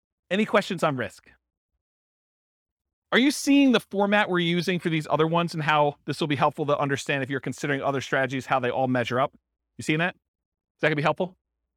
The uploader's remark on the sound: This was a live class recorded